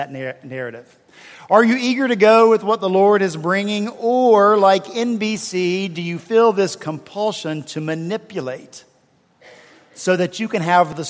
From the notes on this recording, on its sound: At Redeemer Presbyterian Church in Charleston, SC, for our fourth Sunday in Advent on December 18, 2016